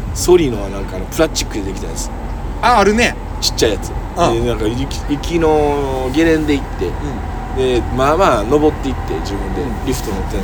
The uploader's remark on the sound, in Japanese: 極寒な公園のpodcast収録は難しい